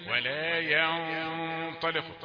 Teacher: غنة وغنة مفخمة كمان لأنها تقابل الطاء